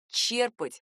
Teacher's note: Правильный вариант — только «черпать» с ударением на первый слог.